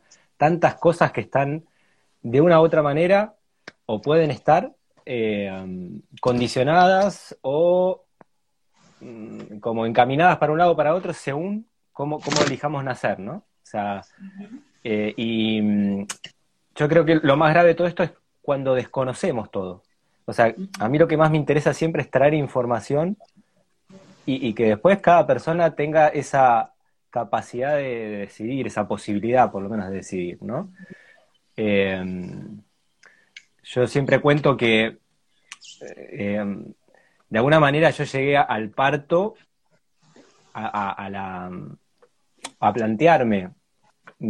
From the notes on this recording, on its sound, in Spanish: Audio de la charla en vivo por Instagram